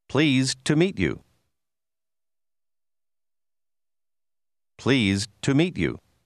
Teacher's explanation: Faccia attenzione al fatto che la D finale di pleased scompare.